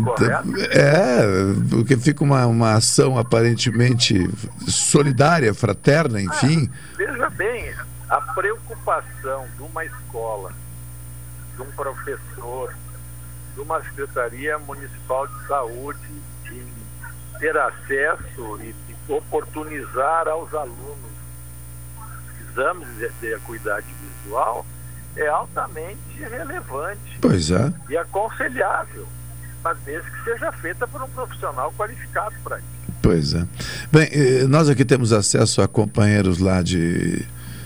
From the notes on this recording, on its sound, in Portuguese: por telefone